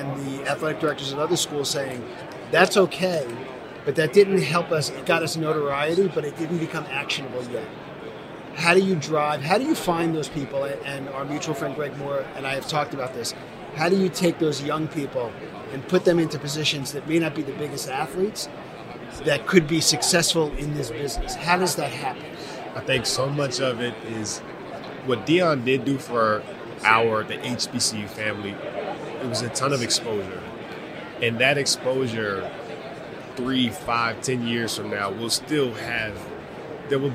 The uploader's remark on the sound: From Radio Row at the Super Bowl